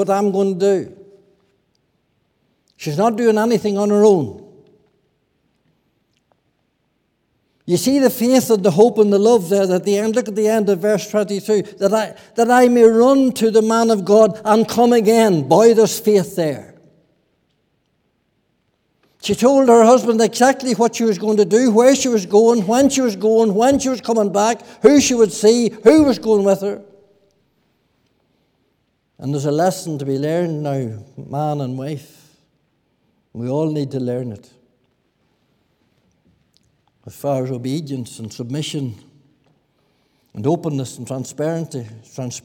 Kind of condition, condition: setting, large echoing room